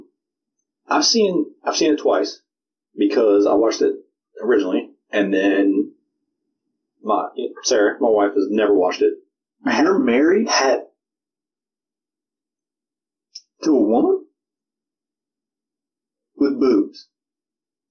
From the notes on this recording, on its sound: FYI - The audio in this episode sucks. Tried something and it did not work.